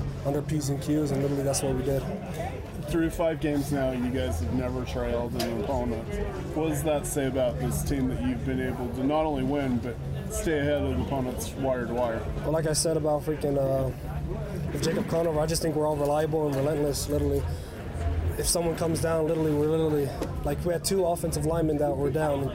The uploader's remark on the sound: Postgame Press Conference